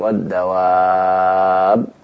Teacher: Yang lazim ya, sehingga kita panjangkan terlebih dahulu walaupun diwakafkan · Term: mad yang lazim